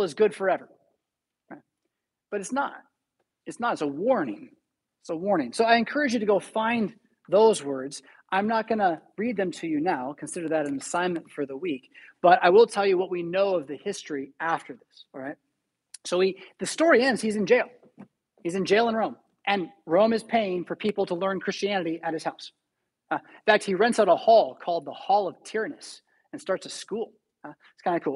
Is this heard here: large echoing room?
yes